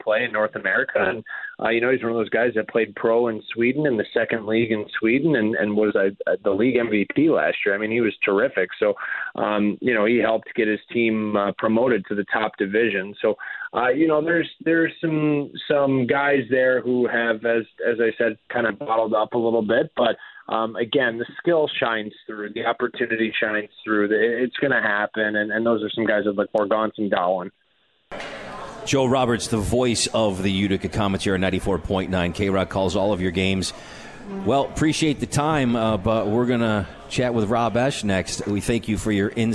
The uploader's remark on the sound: Tonight's show, live from the 72 Tavern for Utica Comets #Insider.